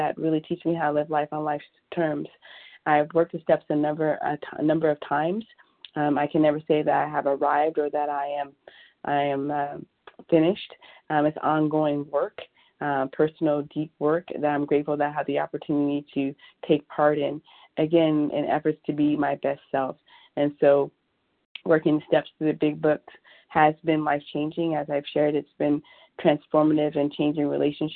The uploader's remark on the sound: 100 Pounders Phone Meeting.